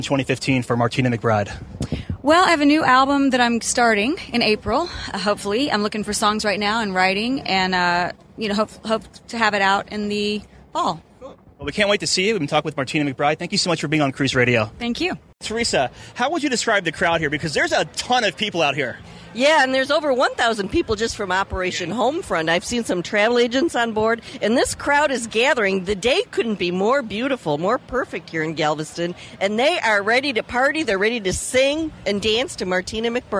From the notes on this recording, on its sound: Carnival Freedom in Galveston - LIVE. We were broadcasting live from the lido deck (pardon the wind), overlooking 1000's of military men and women.